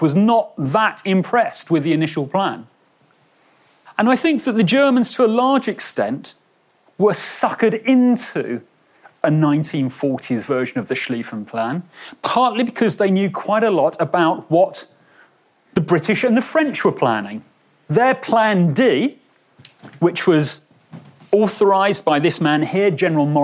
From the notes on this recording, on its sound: a lecture he delivered at our World War Two day in Bristol’s M Shed last month